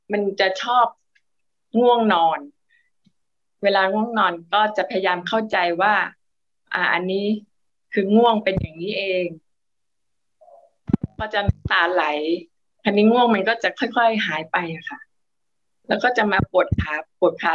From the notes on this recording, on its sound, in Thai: คอร์สออนไลน์ (ผ่านโปรแกรม Zoom)